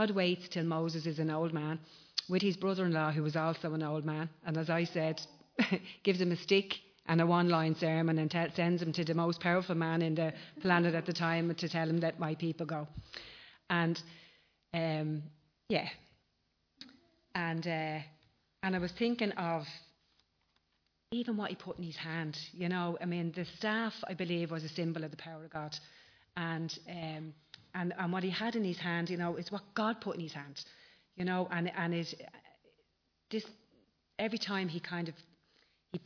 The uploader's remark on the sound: Recorded live at Liberty Church on 13th October 2019